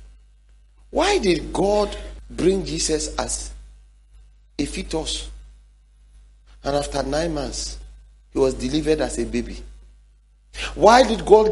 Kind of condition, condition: setting, large echoing room